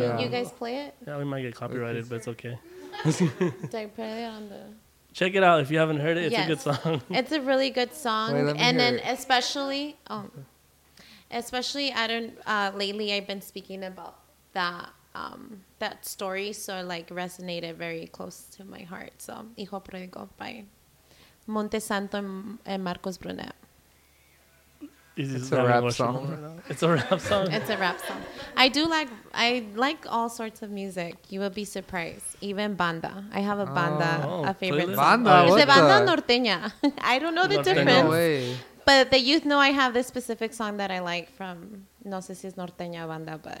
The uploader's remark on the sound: We got a live audience again!